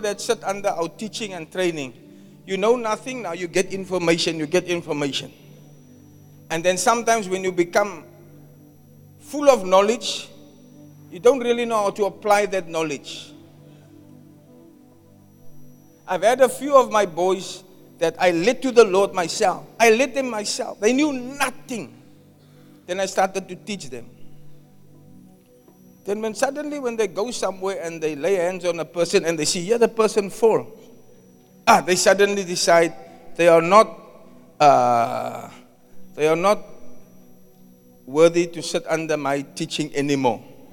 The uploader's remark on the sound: Preached at Zion Sanctuary, Cape Town.